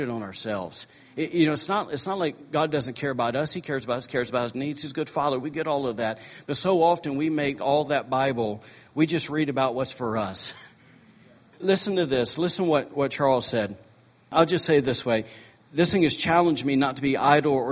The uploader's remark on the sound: was recorded on Sunday, July 9, 2017, during morning service at Celebration Life Family Church.